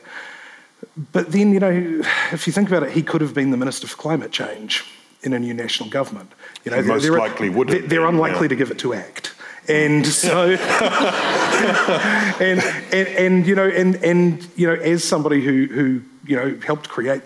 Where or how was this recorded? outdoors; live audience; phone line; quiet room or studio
live audience